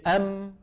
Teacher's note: الميم تشبه حرف النون، تخرج بانطباق الشفتين ويصاحب ذلك غنة من الخيشوم. لاحظ، سمى العلماء الجزء الشفوي من الميم النصف المكمل.